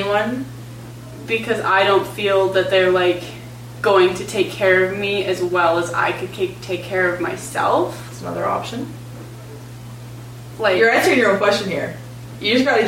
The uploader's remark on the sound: The audio for this episode is not great. We had a bit of a mix up with recording and it turns out the mics were not on...Oops! If you are willing to look past the audio quality.